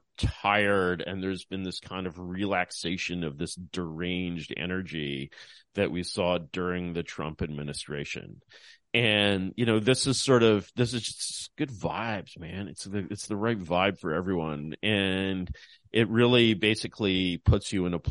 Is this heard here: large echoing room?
no